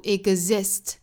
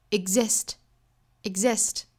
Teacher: see exists together in a delicate balance.那这句话呢，我们要注意的发音点，首先就是 exist 这个单词。那我们要注意这个词，它其实不太好读哈。我们读的时候要注意是 eg，跟后面的 eexist。那当然，我们要注意里面的这个 g 的发音呢，也不要发的过重。因为后面又遇到了一个辅音，就是 z 这个辅音，因为两个辅音连缀在一起，这个时候前面的这个爆破辅音它其实是要不完全爆破的 · Shown in: second take